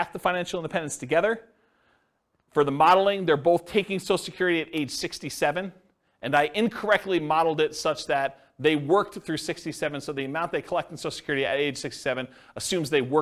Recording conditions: live audience